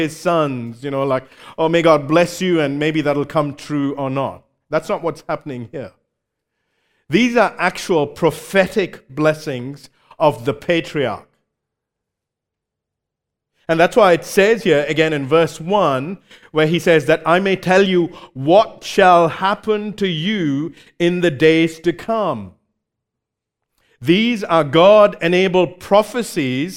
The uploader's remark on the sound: recorded live at Grace Community Bible Church